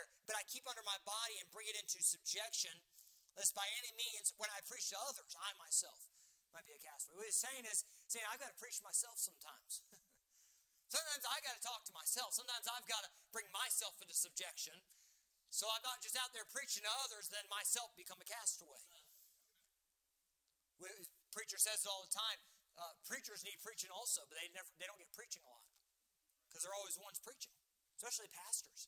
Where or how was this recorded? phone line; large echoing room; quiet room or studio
large echoing room